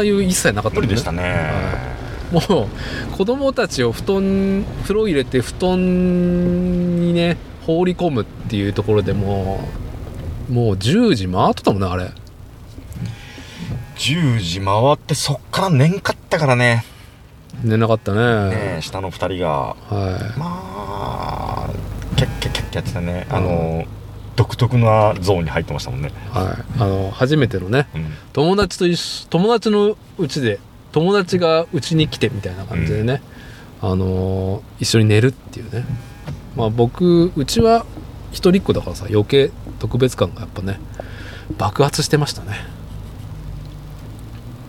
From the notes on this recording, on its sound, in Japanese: 屋外収録「スズキJB64Wジムニー」。